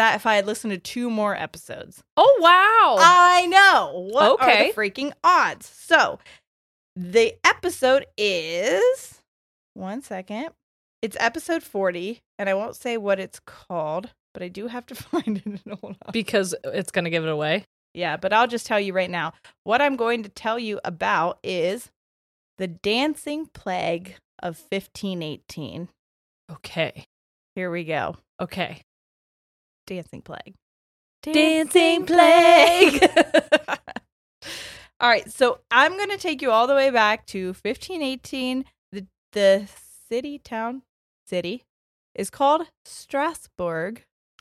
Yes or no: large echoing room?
no